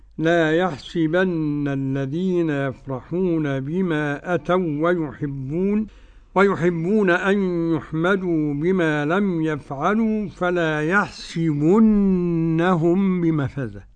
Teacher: ابن كثير وأبو عمرو هيقرأوا لا يحسبن بالغيب كده مع كسر السين